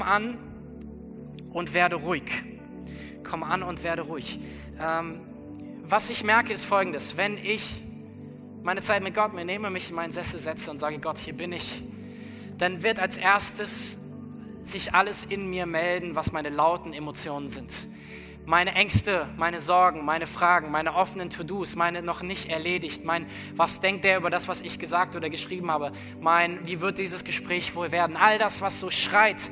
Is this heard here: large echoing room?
yes